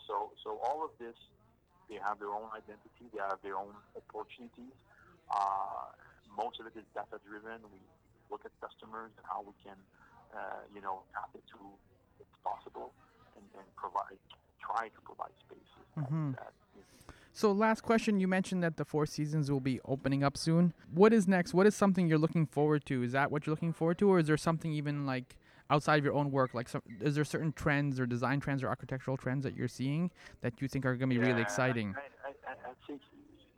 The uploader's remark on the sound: Recorded: Friday January 18, 2022 10:30 am (EST) at the Interior Design Show.